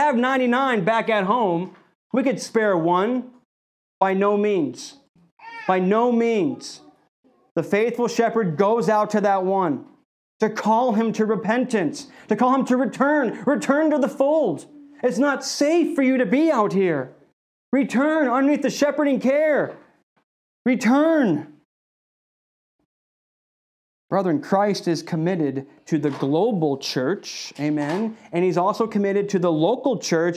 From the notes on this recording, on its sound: At Redeemer Community Church.